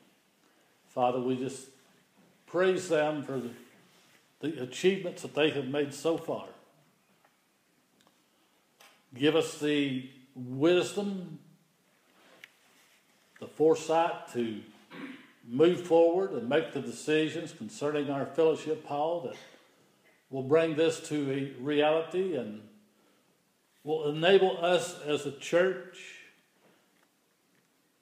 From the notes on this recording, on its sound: The following is an audio recording of the Sunday service at Persia United Methodist Church in Rogersville, TN.